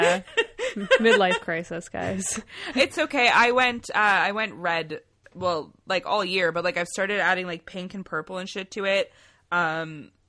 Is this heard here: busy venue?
no